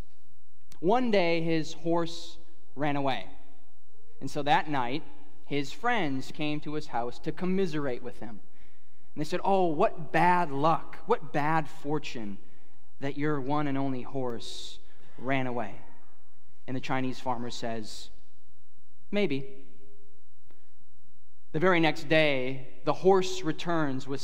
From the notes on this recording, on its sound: at Harvest Plains Church in Mapleton, ND